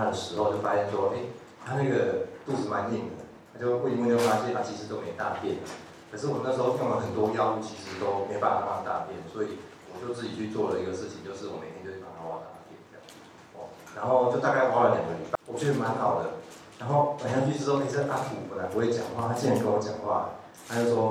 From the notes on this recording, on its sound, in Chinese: 當天只有用手機錄音，有些背景雜音請見諒。